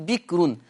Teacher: كلمة بكر عوان الراء مضمومة، طب يا شيخ ده قبلها ساكن، ها وقبل الساكن البه مكسورة فبيرققها ورش · Term: ترقيق الراء